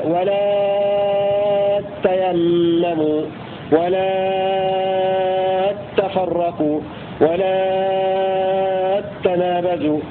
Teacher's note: الألف قبل التاء المشددة تمد ست حركات